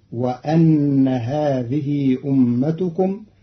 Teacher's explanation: قرأ قالون كلمة وإن بفتح الهمزة، فتصير وأن هذه أمتكم على تقدير حرف الجر قبلها.